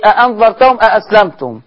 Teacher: طيب بس في وجه تاني يزيد لورش بالذات لما يبقوا الهمزتين مفتوحتين في كلمة زي أأنظرتهم أأسلمتم. نقلب التانية ألف مع الإشباع